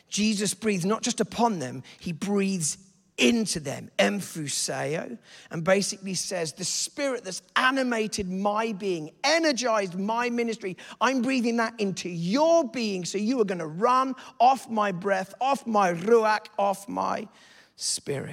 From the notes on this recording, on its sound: This teaching was a session out of our Encountering God Conference.